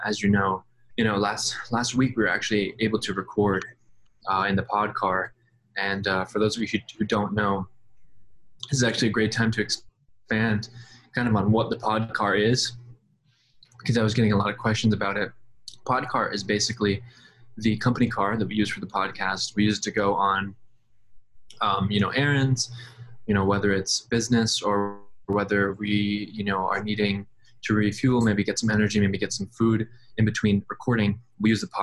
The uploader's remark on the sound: In this zoom episode exclusive, we explore all of the possibilities zoom can afford us to provide the quality entertainment YOU expect.